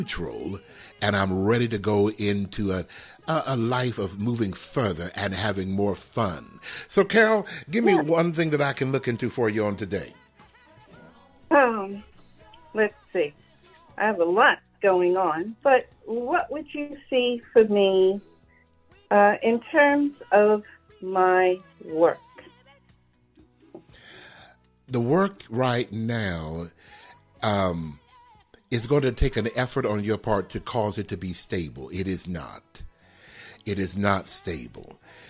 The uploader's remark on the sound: live callers